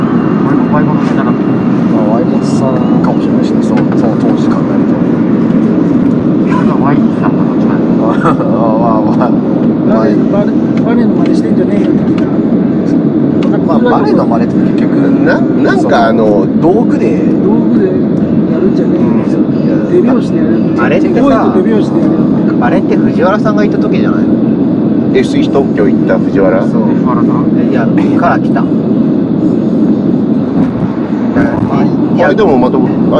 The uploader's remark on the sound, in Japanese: 2022-23シーズンのWEリーグ最終戦を見に行った帰りに車内で緊急収録(笑)。音声聞きづらい所はご容赦を！